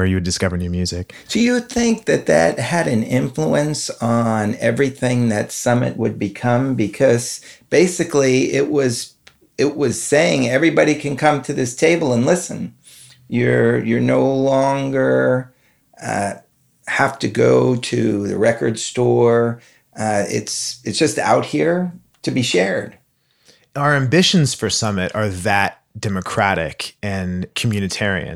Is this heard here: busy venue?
no